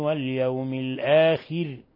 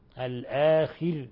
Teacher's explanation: كيف نرقق الراء لأنه سبقها كسر لازم